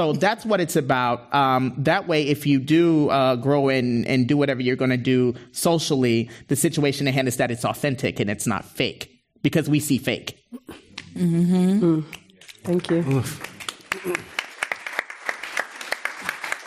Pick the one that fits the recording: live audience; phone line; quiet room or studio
live audience